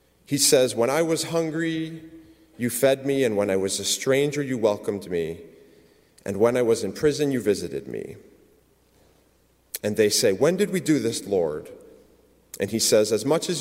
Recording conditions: large echoing room